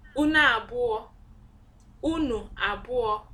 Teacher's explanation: I said it together, so there is all this vowel elision and swallowing and all that going on. So that's why it sounded like una abuo.